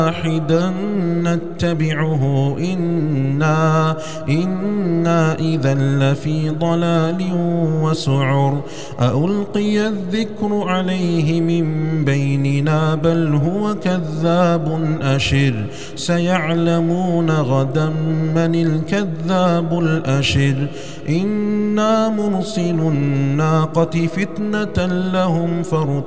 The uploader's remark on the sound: recorded at Green Lane Masjid, Birmingham, UK